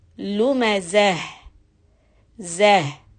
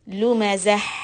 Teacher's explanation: And when you put a sukoon on either of them, you have to make the ha sound, which should be deeper and not husky. · Shown in: first take · We should not confuse this ha sukoon with the jeem ha, that ha with the sukoon.